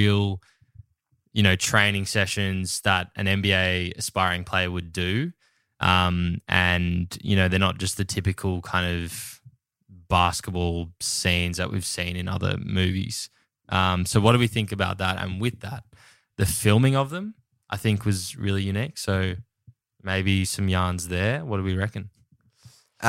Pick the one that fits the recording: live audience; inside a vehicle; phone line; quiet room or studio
quiet room or studio